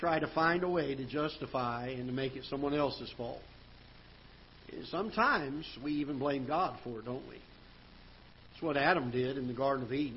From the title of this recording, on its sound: Ketha Heights Baptist Church ~ Live Broadcast